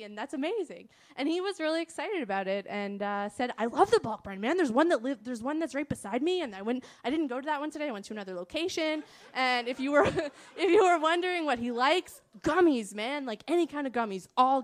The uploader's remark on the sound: Live from Hoop Talks. Took part in a panel at Hoop Talks Live. We recorded the audio for a bonus episode of the RR podcast.